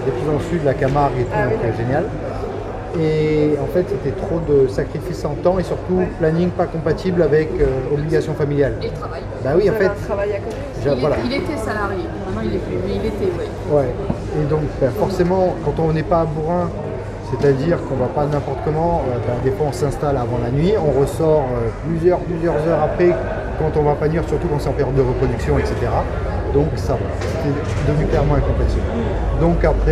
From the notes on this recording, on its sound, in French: Episode spécial Festival de l'Oiseau en Baie de Somme. Découverte de la plage d'Ault et interviews.